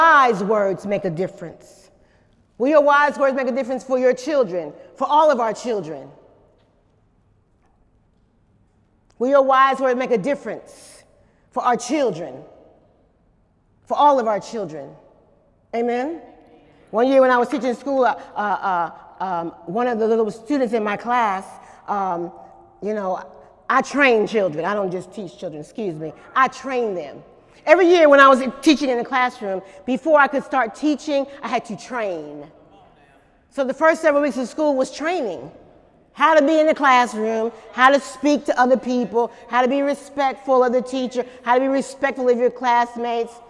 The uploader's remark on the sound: During Sunday morning service.